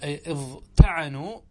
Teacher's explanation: إذن نقول اضطعنوا، وقعت التاء بعد الضاء، ضاء من حروف الإطباق فنقلب التاء إلى طاء فتصبح اضطعنوا. واضطلموا، وقعت التاء بعد حرف من حروف الإطباق وهو الضاء فتقلب إلى طاء فنقول اضطلموا، فأبدل من تاء الافتعال طاء.